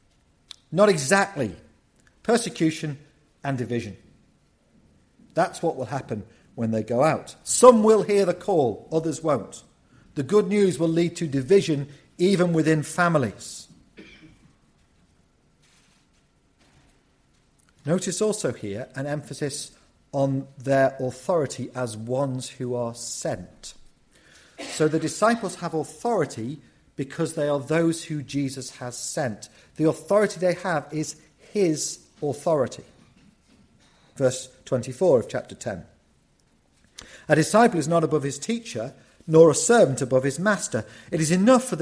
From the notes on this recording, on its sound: From the 2023 Fellowship of Word and Spirit Conference.